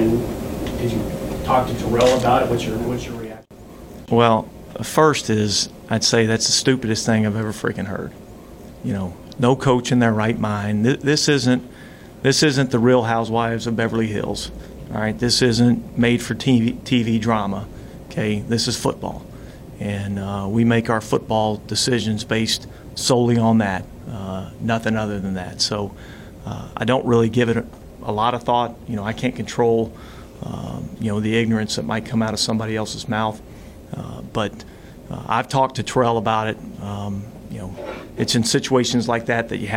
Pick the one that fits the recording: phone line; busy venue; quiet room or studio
busy venue